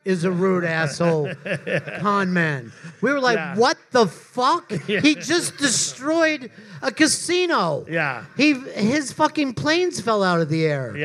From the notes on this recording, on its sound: This week's episode was recorded LIVE from Moontower Comedy Festival.